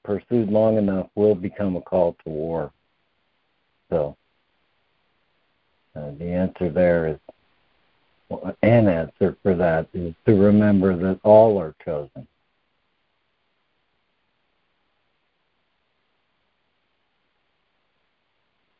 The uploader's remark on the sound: ACIM Daily Conference Call.